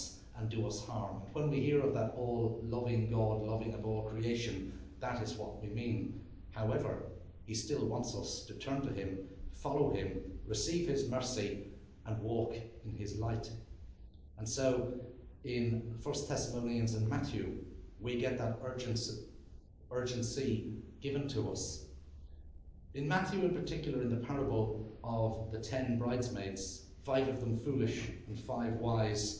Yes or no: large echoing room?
yes